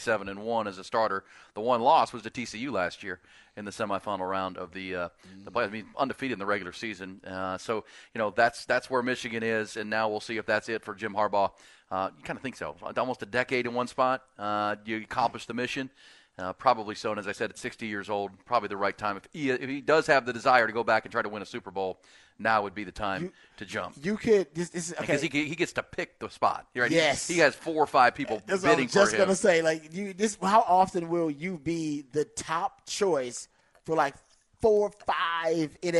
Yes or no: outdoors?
no